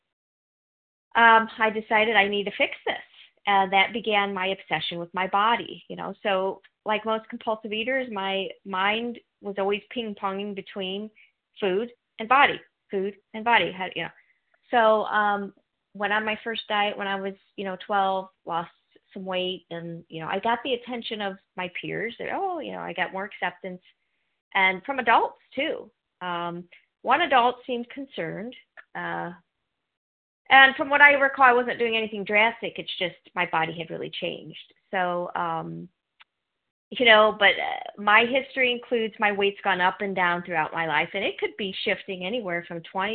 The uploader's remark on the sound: from the 100 Pounders Phone Meeting